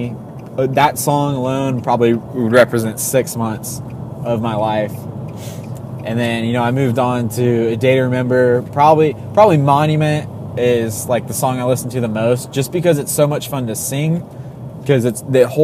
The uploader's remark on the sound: Done in my truck on a road trip to Tallahassee, recorded straight to my phone.